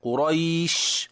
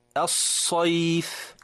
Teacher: هل لاحظت الهواء الذي يخرج مع الفاء والشين والصاد والتاء والسين